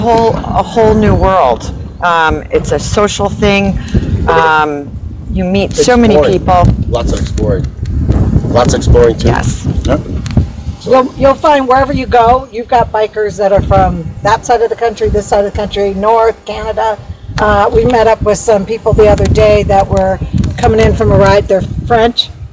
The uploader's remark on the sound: A live episode of My team and I riding through Red Rock Canyon. Our traveling correspondents have riden over 2000 miles getting to Red Rock from Chicagoland.